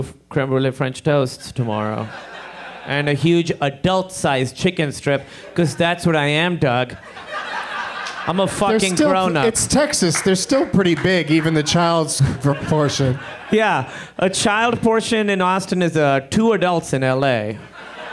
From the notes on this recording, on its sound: Live from Austin's Fantastic Fest